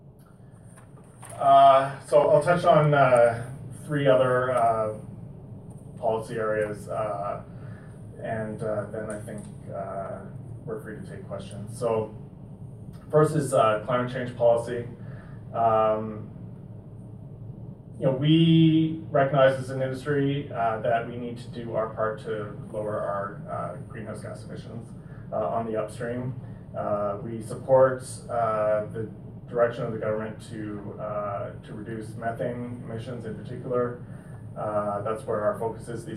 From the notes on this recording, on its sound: Audio recording of the April 10, 2017 Regular Meeting of Peace River's Town Council.